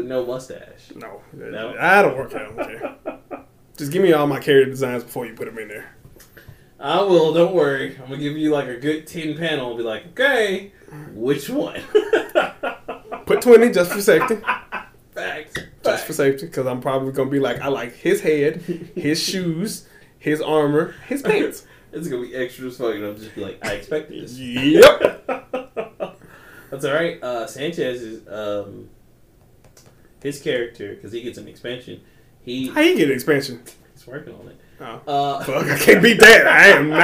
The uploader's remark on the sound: Sorry about the audio issues this week.